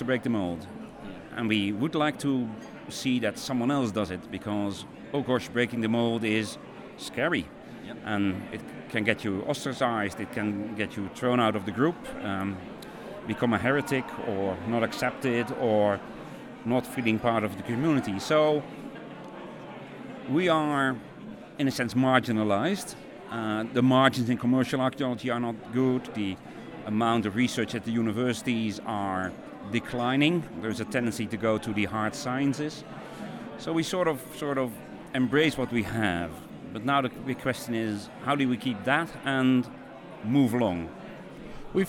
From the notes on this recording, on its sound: These are selections of conversations recorded at the EAA2019 conference in Bern, Switzerland.